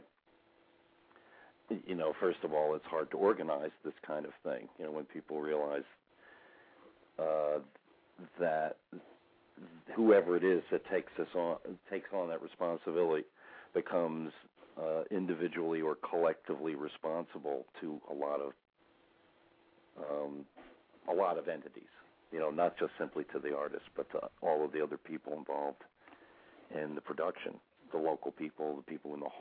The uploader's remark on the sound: taking calls from listeners